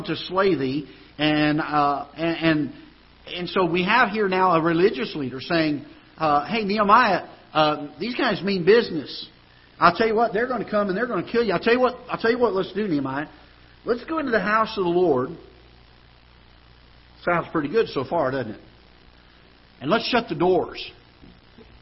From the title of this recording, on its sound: Ketha Heights Baptist Church ~ Live Broadcast